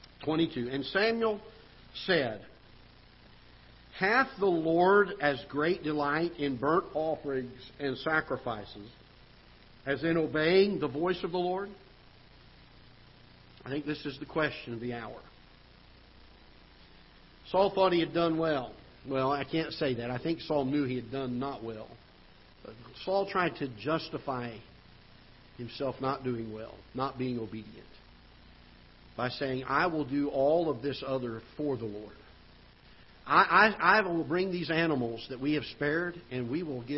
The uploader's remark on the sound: Ketha Heights Baptist Church ~ Live Broadcast